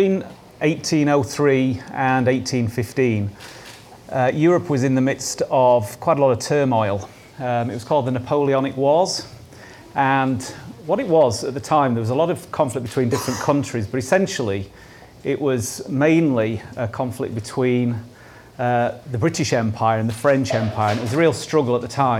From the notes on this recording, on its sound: This talk was recorded at Vevolution Topics: Effective Advocacy 2018